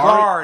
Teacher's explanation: He's drawing out the A longer than he should.